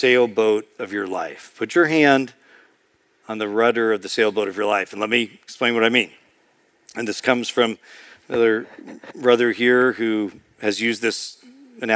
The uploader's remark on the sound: Preached in March 2023 at Sojourn East.